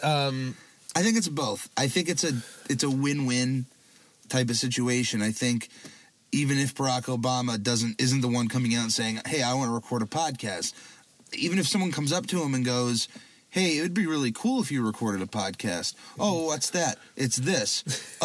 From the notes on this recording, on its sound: The Car-Cast. A free formed conversation in the car.